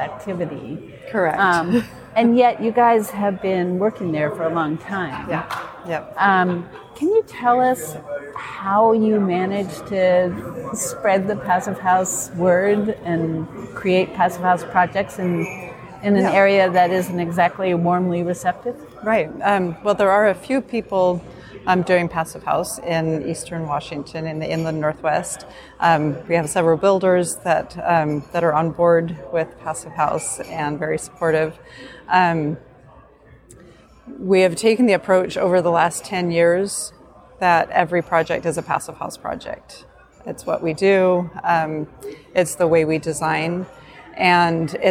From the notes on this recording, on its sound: In this special bonus episode recorded at the PhiusCon 2023